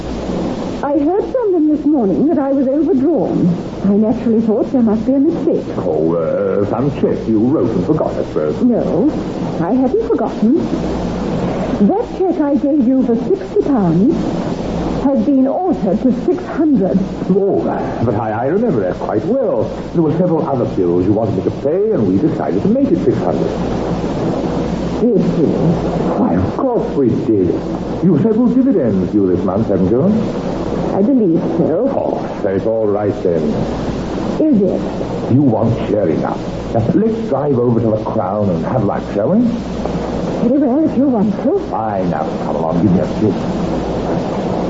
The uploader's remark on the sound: Audio seems a bit mushy, and can be difficult to hear in spots.